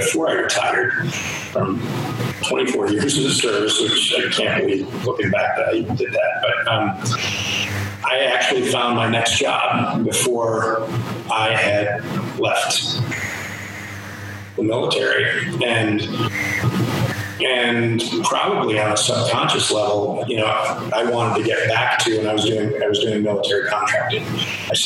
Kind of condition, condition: fault, poor sound quality